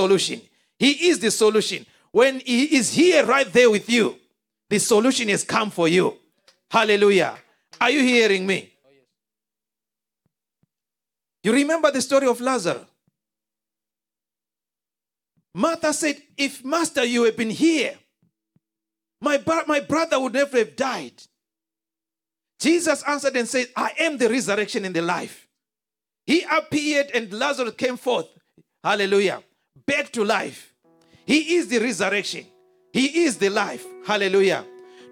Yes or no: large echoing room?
yes